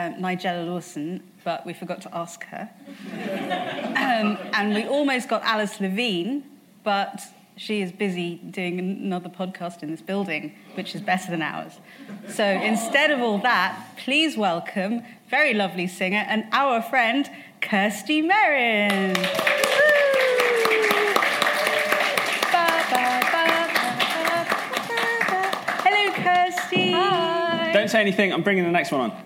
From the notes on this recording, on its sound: LIVE FROM THE LONDON PODCAST FESTIVAL 2016. This special episode comes live to you from the London Podcast Festival.